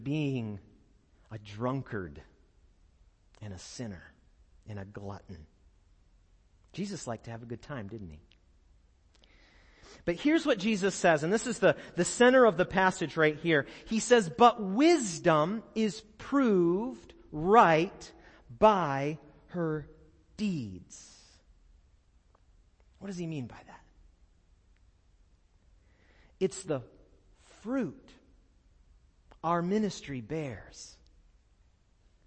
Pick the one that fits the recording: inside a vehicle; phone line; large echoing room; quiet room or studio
large echoing room